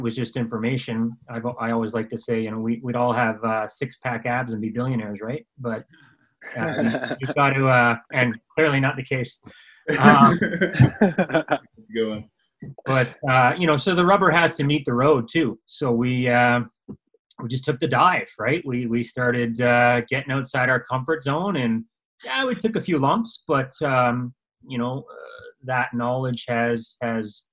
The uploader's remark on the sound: via ZOOM